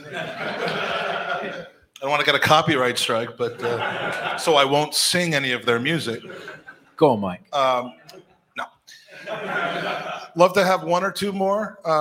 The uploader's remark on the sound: Gooners v Cancer LIVE from LONDON. Its the FIRST ever live Gooners Pod show from the homeland - LIVE from the Ridley Road Social Club in London!